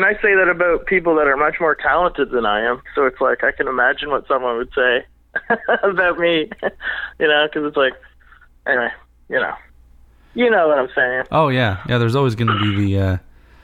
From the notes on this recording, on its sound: We spent some time on the phone